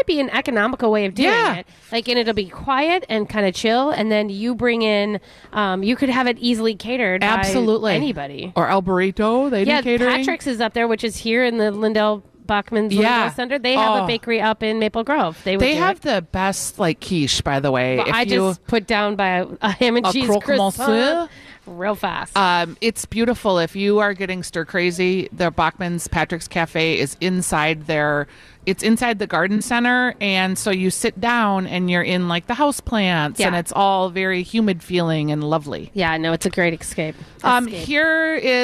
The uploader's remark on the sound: Live at Bachman's